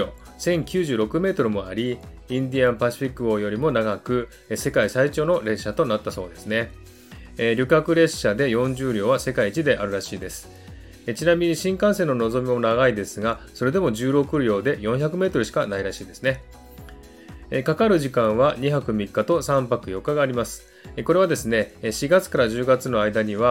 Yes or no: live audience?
no